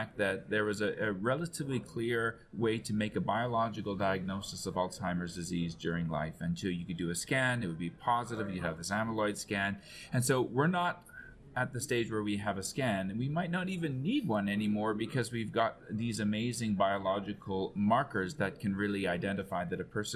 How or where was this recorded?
busy venue